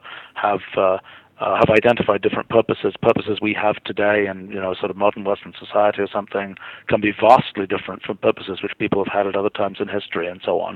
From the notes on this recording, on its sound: I was privileged to have an hour long phone interview.